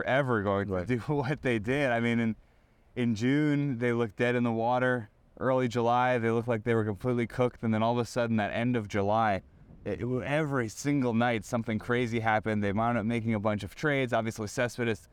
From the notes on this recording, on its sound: Recorded inside Clover Park at Port St.